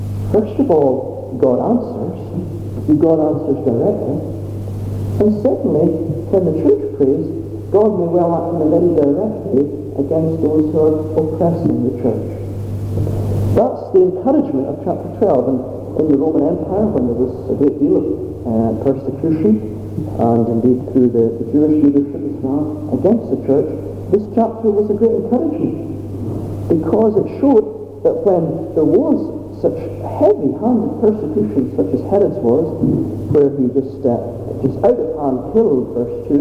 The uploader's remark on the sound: Apologies for the sound quality